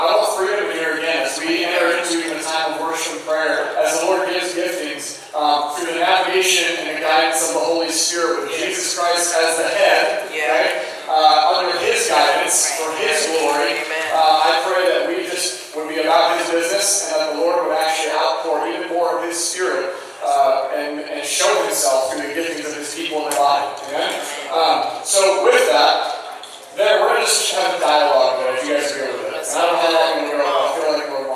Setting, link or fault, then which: fault, poor sound quality